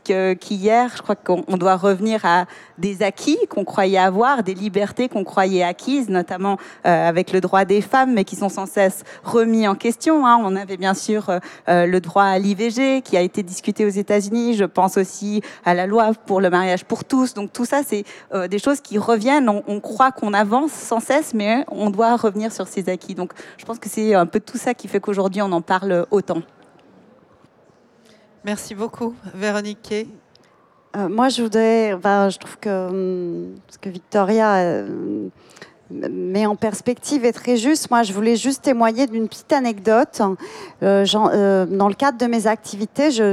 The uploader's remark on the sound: A series of four live round tables that took place in the art fair artgenève in early March 2022. This episode is part of a series of four live round tables that took place in the art fair artgenève in early March 2022. They took place in French.